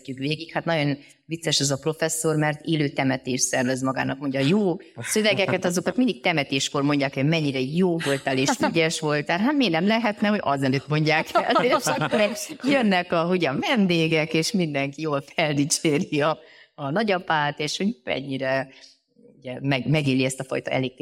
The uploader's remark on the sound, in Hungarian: Aktuális epizódunkat a hévízi Hotel Európa Fitben rögzítettük. Először Magyarországon, élő közönség előtt.